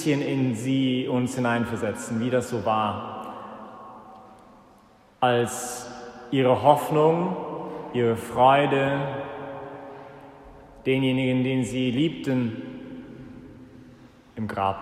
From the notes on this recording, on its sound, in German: Das war die Predigt während der Ostervigil, die vom Zentrum Johannes Paul II. In der Minoritenkirche in Wien.